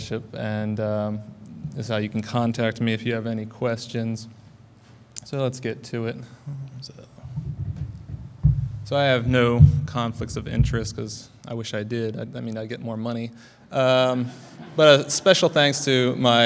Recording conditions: live audience